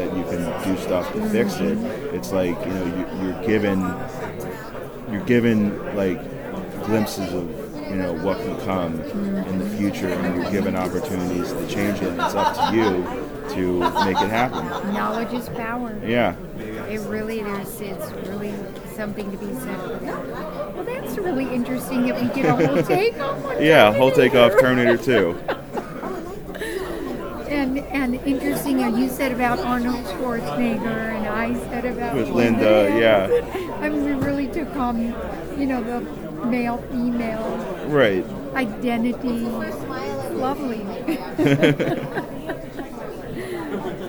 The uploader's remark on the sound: Live At Pittsburgh's Horror Realm Con